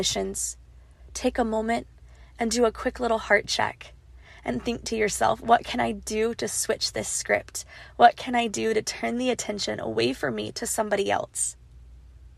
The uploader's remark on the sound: This episode is unedited, raw, and incredibly vulnerable. Recorded on a voice memo on her iPhone, sitting in her car, in the parking lot outside the school.